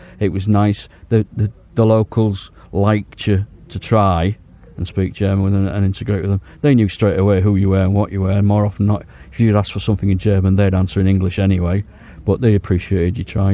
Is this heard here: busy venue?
yes